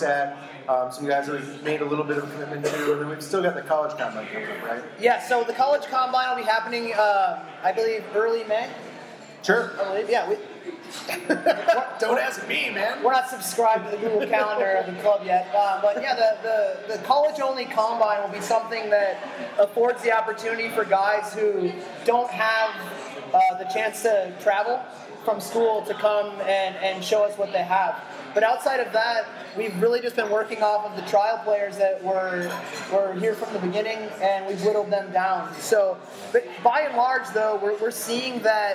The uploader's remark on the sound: first ever live podcast as they MC the 2016 Kit Launch